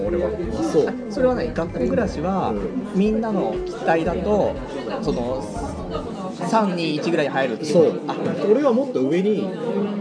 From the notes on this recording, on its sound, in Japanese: 居酒屋で収録している